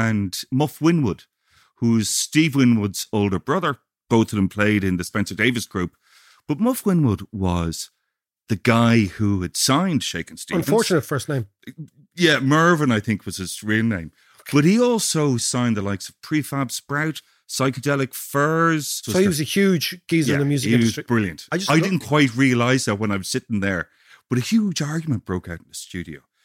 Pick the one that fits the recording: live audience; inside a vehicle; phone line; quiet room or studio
quiet room or studio